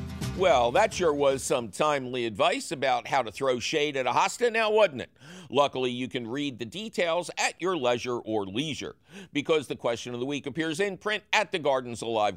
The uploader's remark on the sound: it’s a phone call question show!